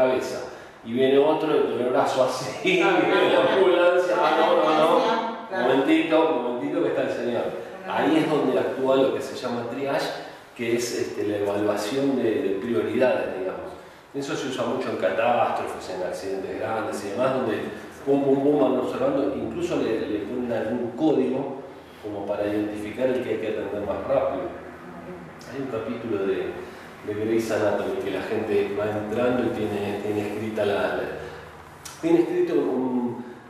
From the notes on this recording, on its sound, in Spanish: Sepan disculpar la calidad del audio, ya que en realidad no se iba a utilizar para un podcast.